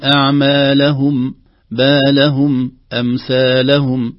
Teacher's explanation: نحذر من غنة زائدة عند الوقف على الميم، أن نقول أعمالهم بالهم أمثالهم، لا، هذه الميم تشبه الميم المشددة، كأن الميم هنا أعمالهم بالهم، إذن فينبغي علينا أن نحذر من ذلك.